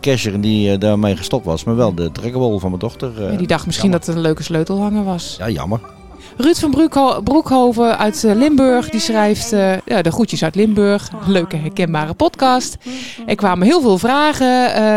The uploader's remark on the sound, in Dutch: opgenomen in de Efteling